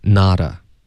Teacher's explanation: not 跟 a 我们要连读浊化这个特的音